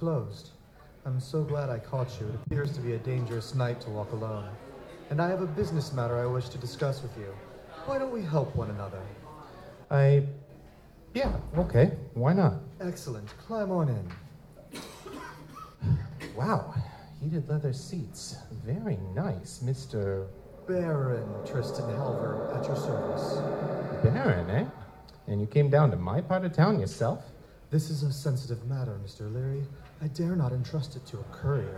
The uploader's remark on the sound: Metamor City LIVE! at Balticon 50. The live Metamor City audio drama that we performed for Balticon 50.